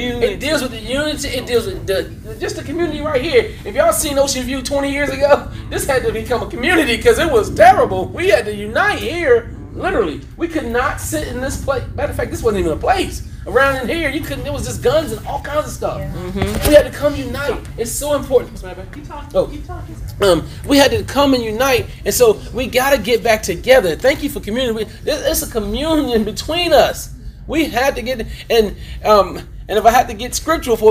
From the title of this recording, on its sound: Live at the Art of Marriage Conference